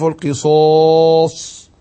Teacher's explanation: فأنا بفخم الصاد وبعدها الألف